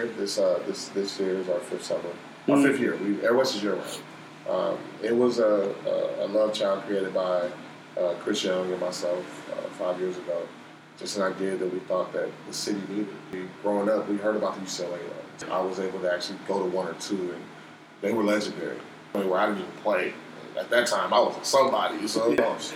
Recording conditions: sounds in the background